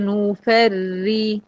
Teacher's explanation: نون مرققة، والفيه مرققة والري المشددة بالكسر دي مرققة، مفيش غير القاف بس المفخمة في هذه الكلمة